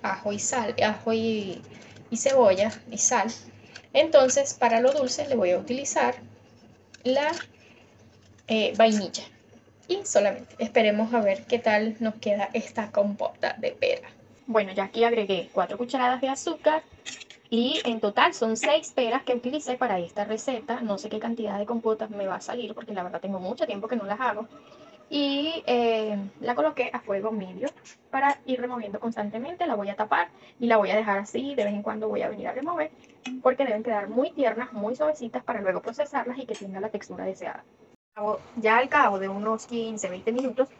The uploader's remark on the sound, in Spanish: Video recorded with my Xiaomi Redmi 9a cell phone. Video grabado con mi celular Xiaomi Redmi 9a. Editado en la App CapCut.